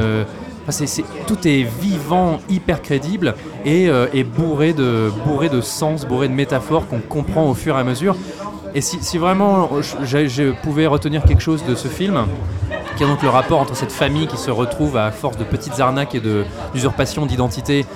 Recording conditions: busy venue